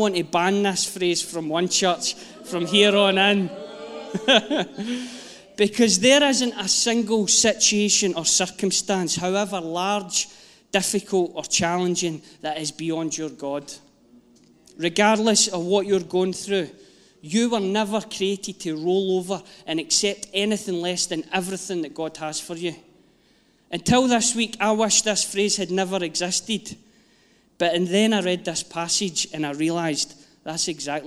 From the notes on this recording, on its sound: Live from our Sunday gathering 03/07/22